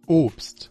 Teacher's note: 更有甚者， Obst,三个辅音，却都是长音 o